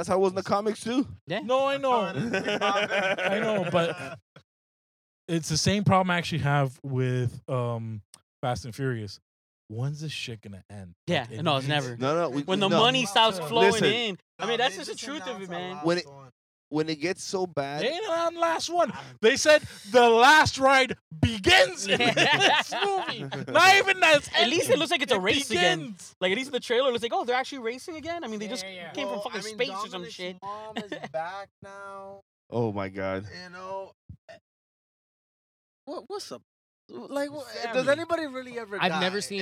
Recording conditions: inside a vehicle